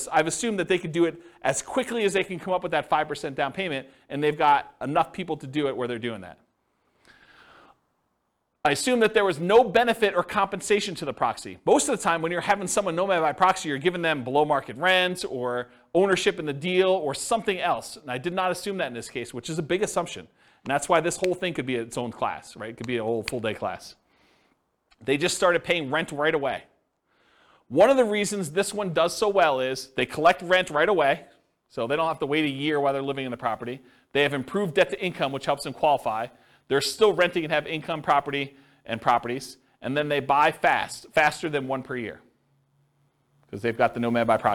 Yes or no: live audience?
yes